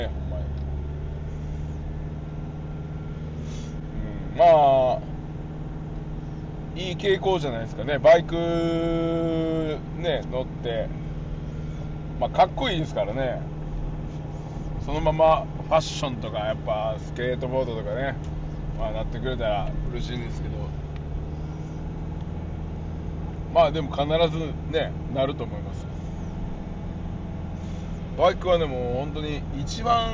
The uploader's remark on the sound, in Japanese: サーフィンに向かう道中で収録しました